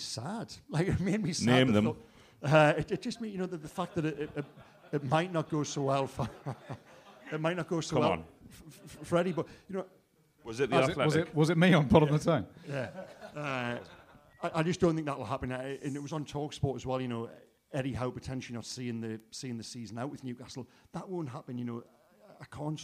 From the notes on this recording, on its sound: in front of a live audience.